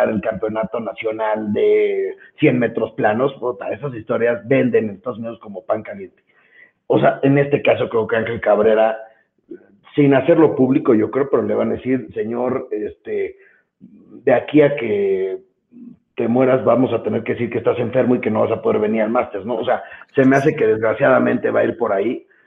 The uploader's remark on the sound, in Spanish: Por temas de logística el episodio se grabo por teléfono con poca señal y hay veces que se pierde un poco el audio, disculpen las molsetias.